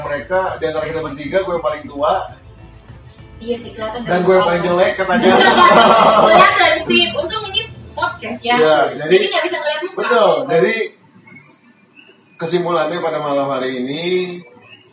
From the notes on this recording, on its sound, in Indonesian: Sebelumnya kami minta maaf atas kebisingan yg ada di balik suara kami.